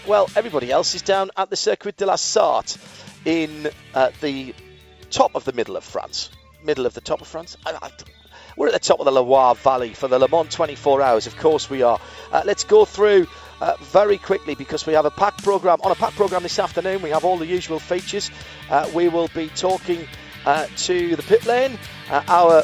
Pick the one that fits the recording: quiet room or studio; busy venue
busy venue